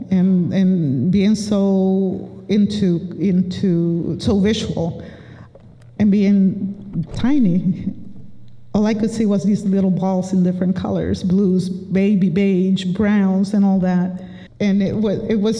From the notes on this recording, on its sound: Offered a lecture at Wistariahurst Museum. Recorded at Wistariahurst Museum on April 17th, 2018.